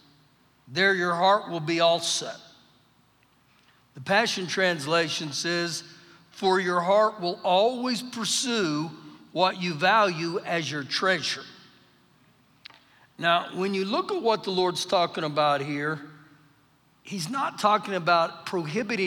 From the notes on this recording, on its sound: Recorded live during our Wednesday night service